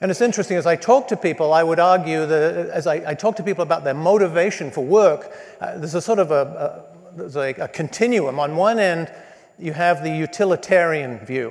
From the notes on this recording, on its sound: spoke to business students at the Believers in Business MBA Conference at Redeemer Presbyterian Church in New York City